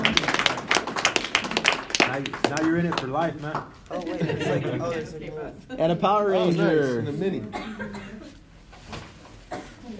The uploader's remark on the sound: In todays episode we did our very first live panel at the Albuquerque Comic Con in Albuquerque, NM.